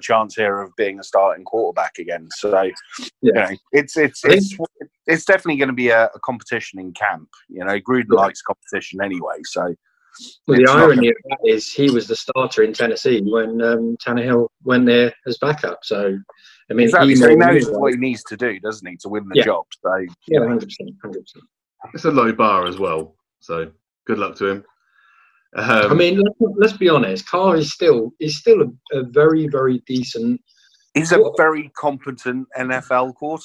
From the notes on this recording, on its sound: Isolation Edition. Get on a video call to record.